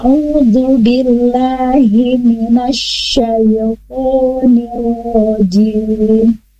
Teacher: Unzu, jadi tipis dan tidak seperti zai. Kemudian asyayoni dari lidah tengah, tambahkan sifat tafasinya ya